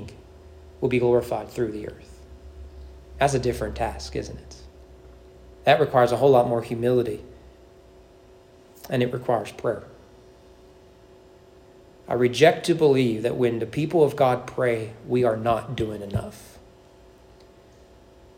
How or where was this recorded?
large echoing room